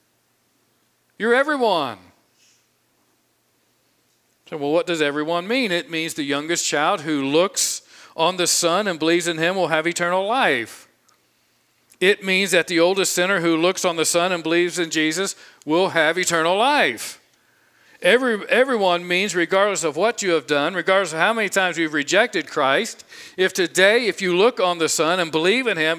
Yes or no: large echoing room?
yes